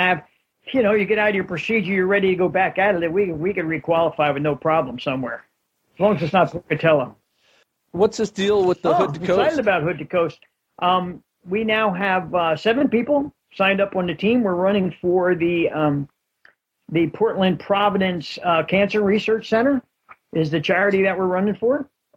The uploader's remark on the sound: I also got coach on the phone to talk about the race and my training.